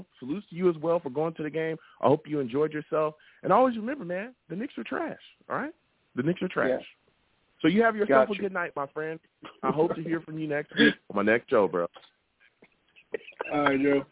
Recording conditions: phone line